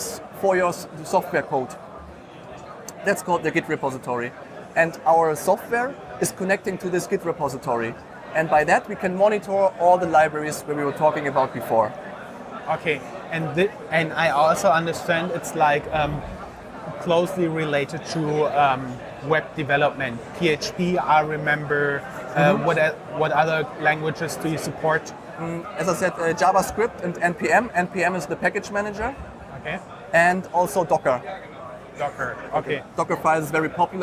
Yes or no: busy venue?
yes